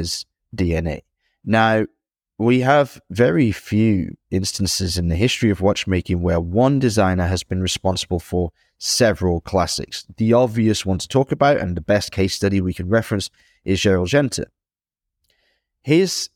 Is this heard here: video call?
no